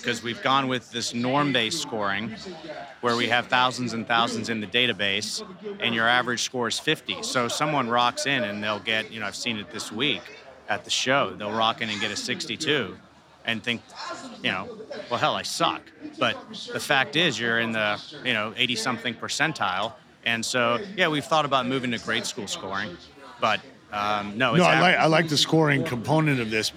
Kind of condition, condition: setting, busy venue